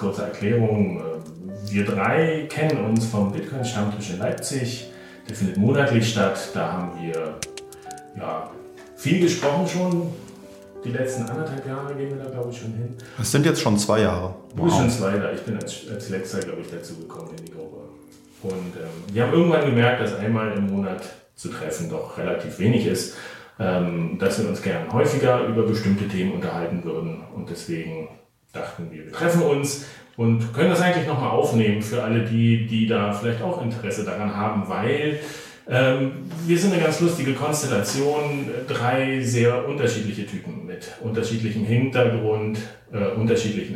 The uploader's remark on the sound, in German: Der Honigdachs als Fern-Stammtisch. Wer sich beim Hören wundert, dass der Ton dieser Folge etwas hallig ist – da hat uns die Technik einen Strich durch die Rechnung gemacht.